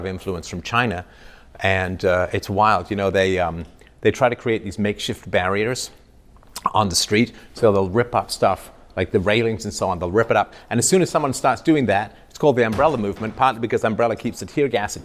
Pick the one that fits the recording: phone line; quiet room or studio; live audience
live audience